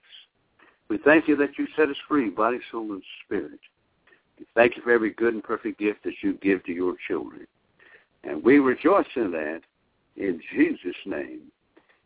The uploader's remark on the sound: via conference call